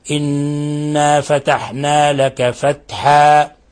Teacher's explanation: إذا وقفنا عليها هذا مد عوض مقدار حركتين فقط